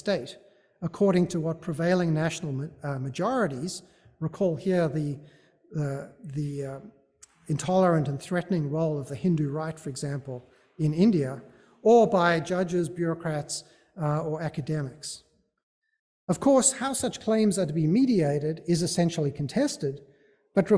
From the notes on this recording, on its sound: Recording of a lecture delivered on July 12, 2023. As part of the Graduate Institute Summer Lecture Series.